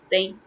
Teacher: we tend to speak fast. So we tend to drop the h in between. So it sounds more like dahi.